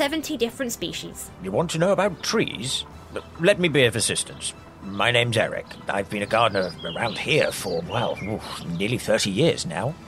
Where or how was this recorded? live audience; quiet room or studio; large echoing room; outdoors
outdoors